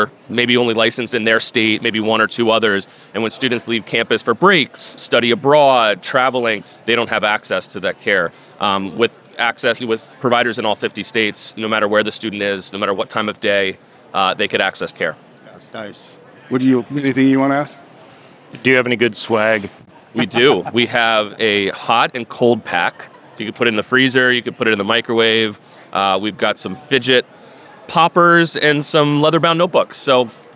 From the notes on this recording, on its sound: OLC Innovate 2023 onsite recording. Walk the vendor floor at the OLC Innovate Conference in Nashville, TN.